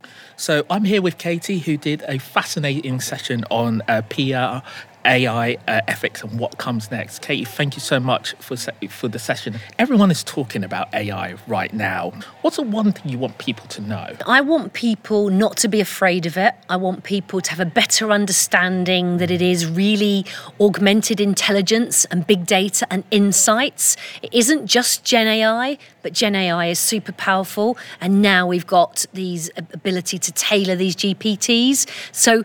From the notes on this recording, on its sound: interviews speakers and attendees at the Horizon conference